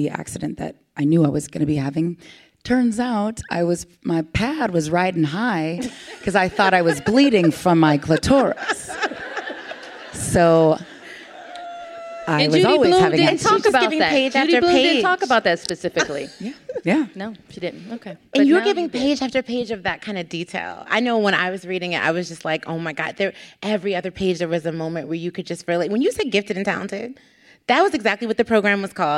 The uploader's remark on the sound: live audience recording